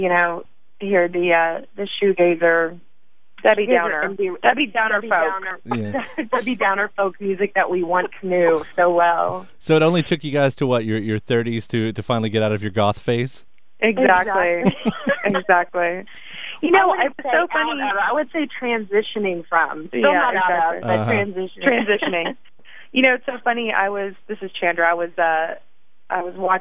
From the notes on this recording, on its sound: grabbed some time over the phone